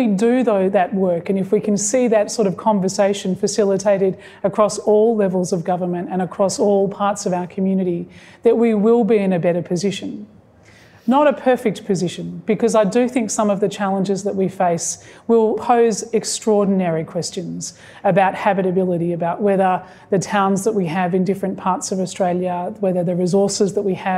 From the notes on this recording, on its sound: Recorded live in conversation. At Powerhouse Ultimo.